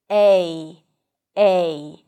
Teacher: in a diphthong, the second vowel is a little higher, so it's not I, so it's closer to an E.